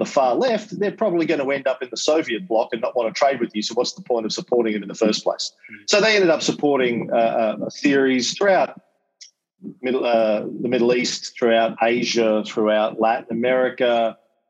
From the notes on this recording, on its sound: To give a lecture to the kids studying the Cold War at EF Academy in NY. Then did some Q&A with the very bright kids in his class. This is a recording of our Zoom call.